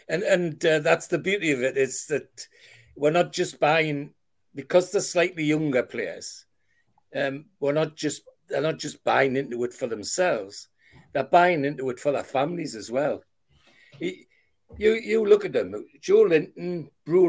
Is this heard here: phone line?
no